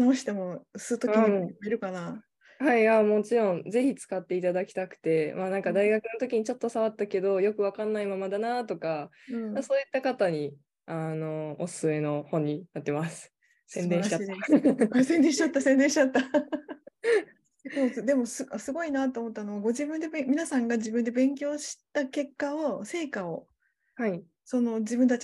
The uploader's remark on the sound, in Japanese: 収録場所： オンライン (Zoom)